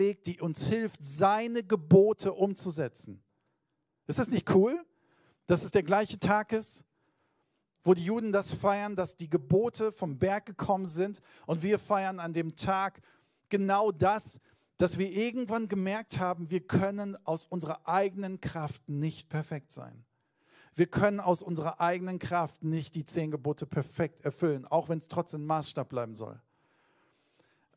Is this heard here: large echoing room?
yes